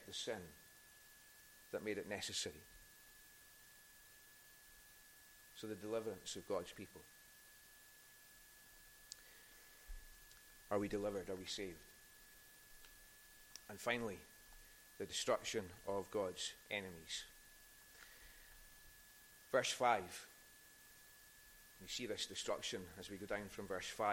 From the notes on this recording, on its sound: recorded at North Harris Free Church on the evening of Sunday 5th June 2022